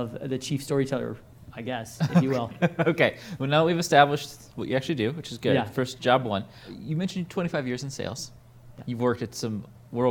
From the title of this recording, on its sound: Live at INBOUND16